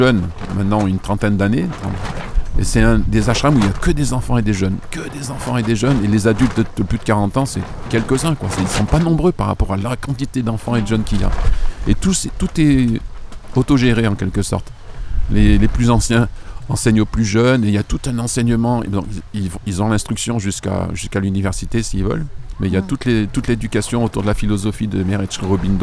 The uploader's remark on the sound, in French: En Direct Du Bhakti Om Festival